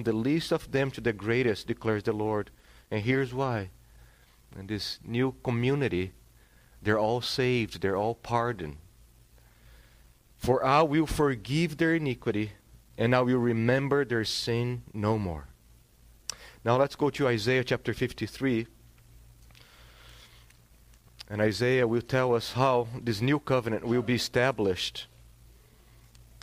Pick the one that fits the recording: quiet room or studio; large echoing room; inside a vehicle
large echoing room